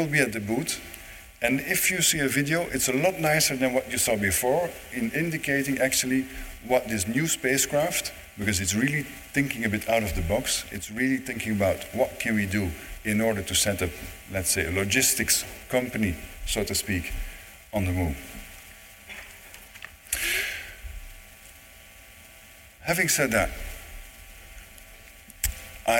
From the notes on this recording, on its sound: This weeks podcast is another live recording from the Canadian Space Summit.